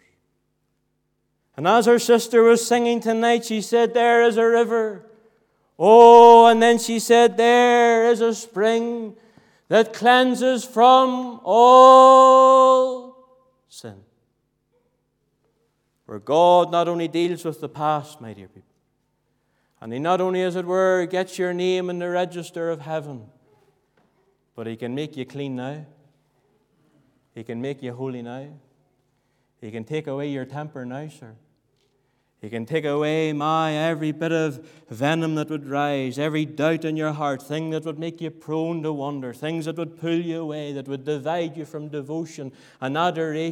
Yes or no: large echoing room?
yes